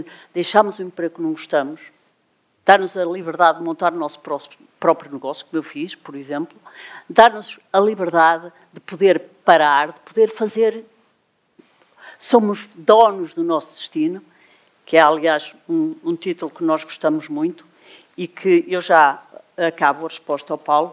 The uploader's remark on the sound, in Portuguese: conversa que foi gravada ao vivo, no dia 3 de Novembro de 2023, a propósito do Festival Literário Utopia, em Braga